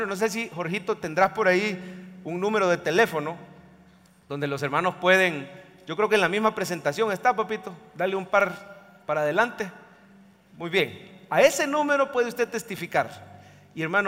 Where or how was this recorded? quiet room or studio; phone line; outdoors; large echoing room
large echoing room